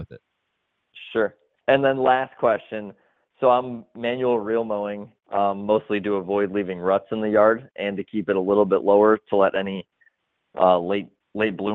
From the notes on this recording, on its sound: takes phone calls live on air!